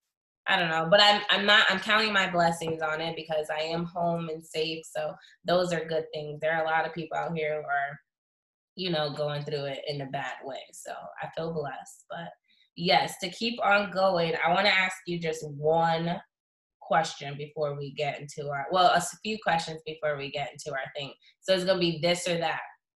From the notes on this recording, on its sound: sorry for the quality this was a Zoom Meeting